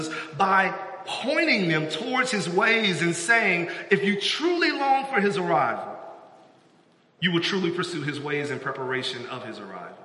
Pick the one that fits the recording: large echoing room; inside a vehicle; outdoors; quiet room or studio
large echoing room